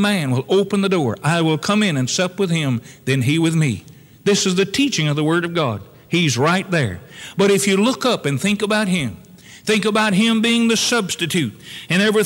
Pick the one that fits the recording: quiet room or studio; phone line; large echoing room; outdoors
large echoing room